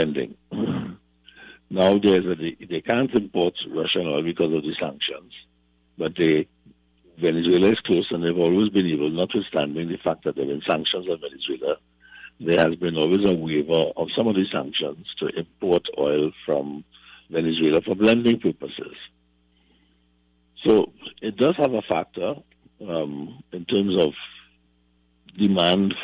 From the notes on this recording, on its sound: During this hour we take calls from our audience